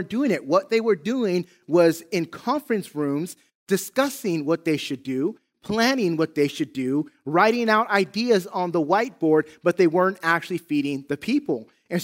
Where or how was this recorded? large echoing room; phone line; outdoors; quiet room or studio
large echoing room